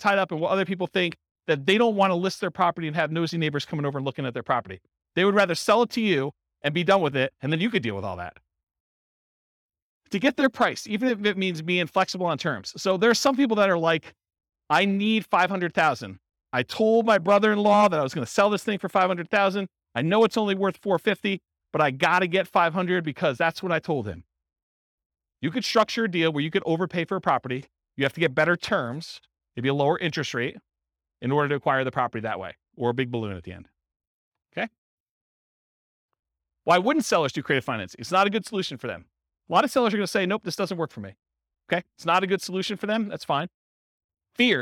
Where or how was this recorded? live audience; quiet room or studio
live audience